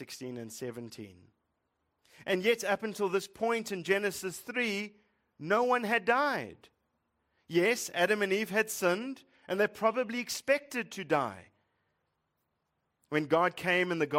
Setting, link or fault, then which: setting, large echoing room